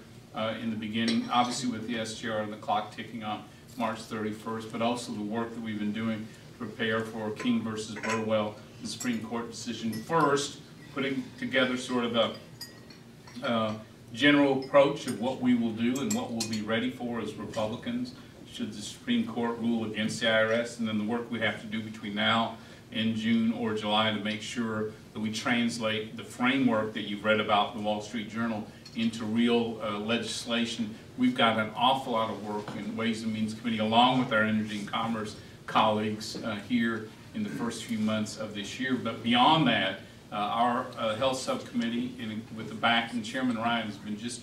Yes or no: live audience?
yes